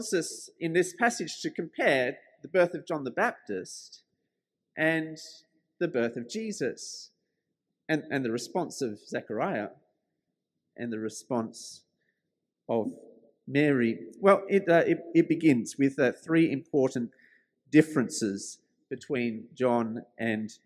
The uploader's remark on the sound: This sermon was preached at St George's Church, Penang on 19th December 2021.